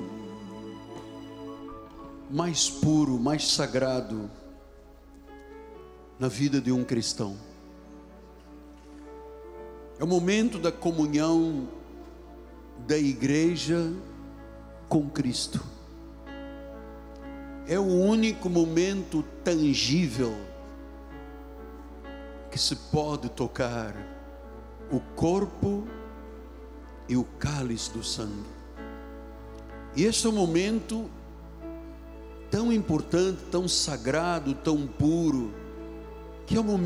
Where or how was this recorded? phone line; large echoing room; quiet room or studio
large echoing room